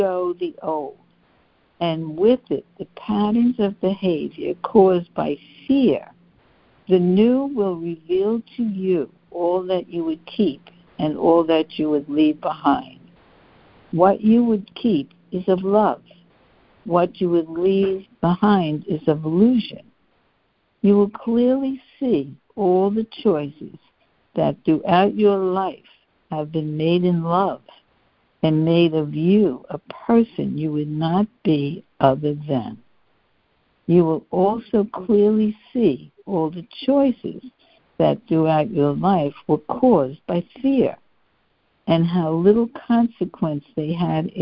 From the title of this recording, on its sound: CONF CALL